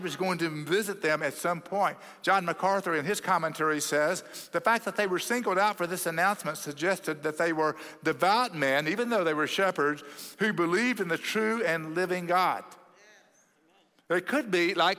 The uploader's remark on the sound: at Cross City Church in Euless, TX on December 17, 2023